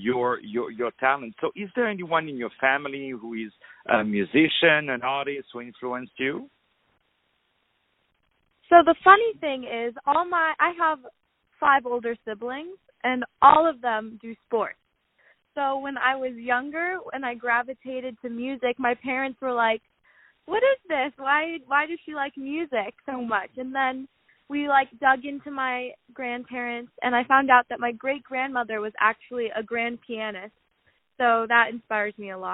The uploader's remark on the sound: On the phone